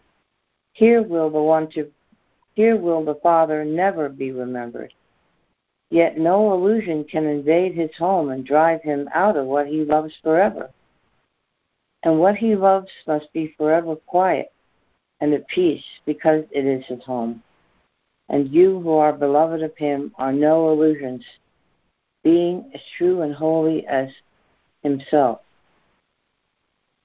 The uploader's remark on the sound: ACIM Daily Conference Call.